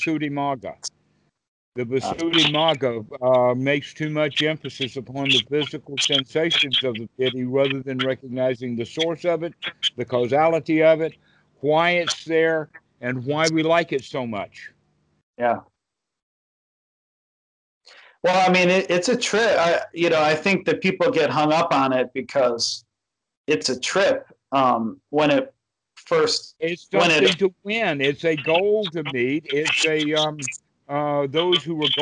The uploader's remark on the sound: skype calls on this channel